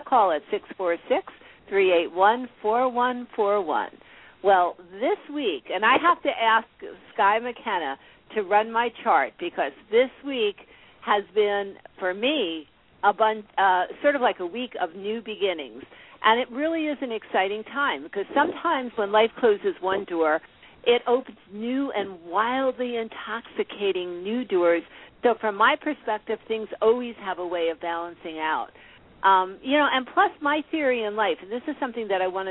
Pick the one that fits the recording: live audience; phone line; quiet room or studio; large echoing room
phone line